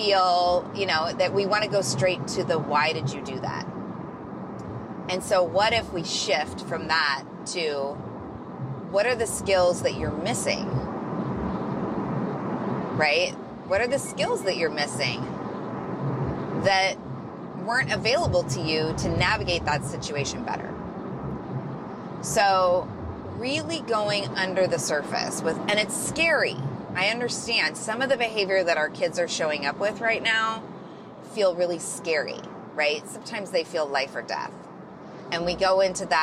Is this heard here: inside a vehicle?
yes